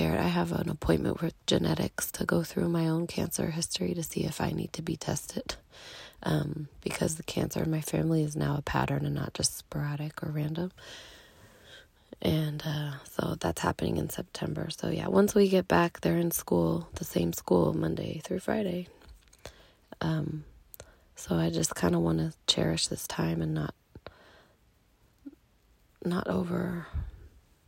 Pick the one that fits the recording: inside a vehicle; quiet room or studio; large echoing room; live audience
inside a vehicle